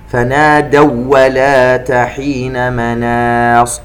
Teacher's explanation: الواو مع الواو إضغام مثلين لكن بدون غنة هنا، لأنه ليس نون ساكنة مع واو ولا تنوين مع واو.